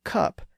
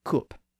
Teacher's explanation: whereas someone in the south of England, or most of the rest of the English-speaking world, would say cup, you might hear people in Northern England say coop. Again, that northern pronunciation is just the original short U sound that was preserved there, but changed in other words elsewhere.